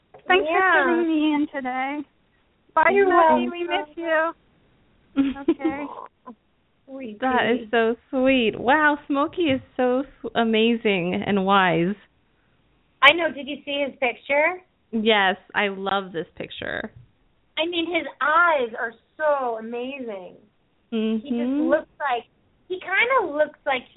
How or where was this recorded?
phone line